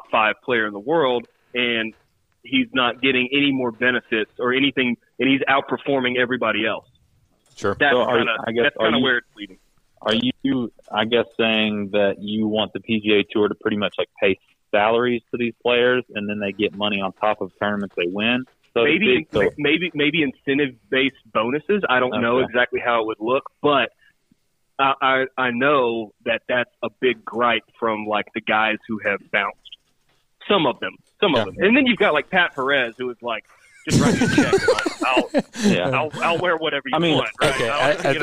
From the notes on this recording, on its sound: This episode includes a phone call